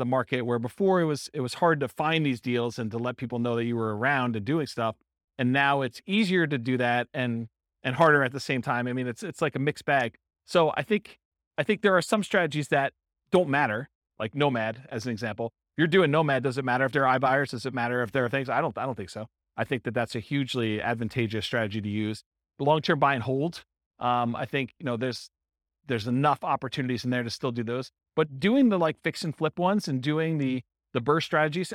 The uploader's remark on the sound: This was a live class recorded